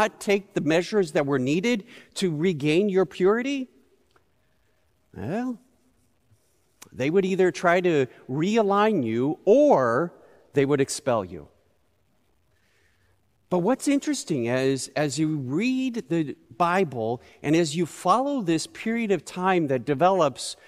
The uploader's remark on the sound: Recorded live at Beatitudes Church in Phoenix, AZ.